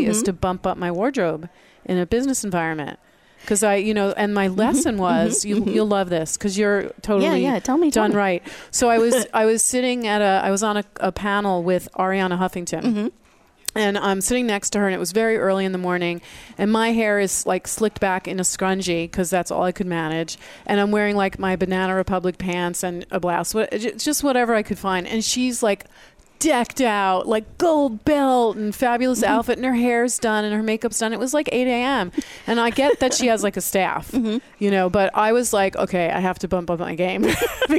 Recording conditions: busy venue